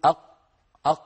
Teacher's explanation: مهما ضغطت لن يجري الصوت · Term: قاف ساكن